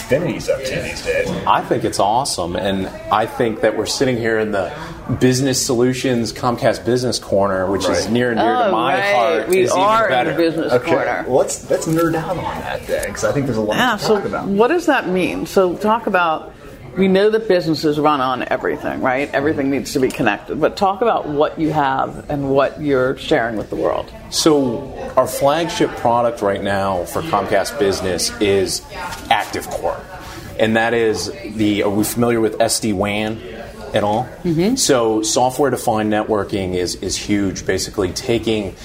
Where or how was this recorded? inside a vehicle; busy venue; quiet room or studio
busy venue